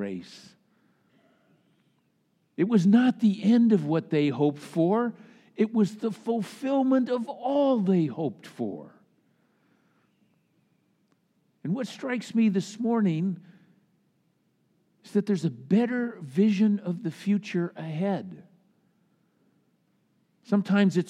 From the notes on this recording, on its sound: Easter Sunday message delivered during the Traditional Worship Service. Easter Sunday message delivered during the Traditional Worship Service.